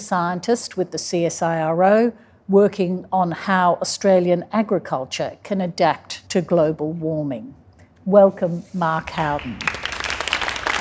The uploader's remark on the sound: Recorded live in conversation. At Powerhouse Ultimo.